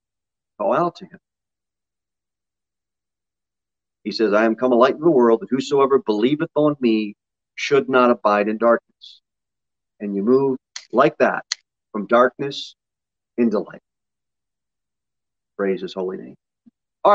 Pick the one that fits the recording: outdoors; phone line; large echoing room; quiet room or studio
large echoing room